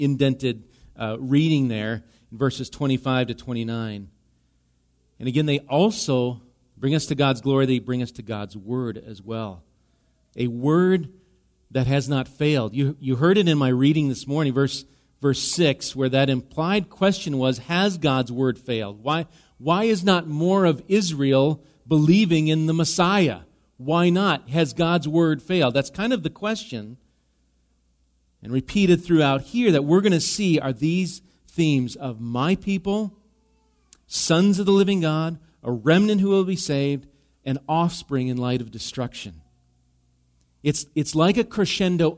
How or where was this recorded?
large echoing room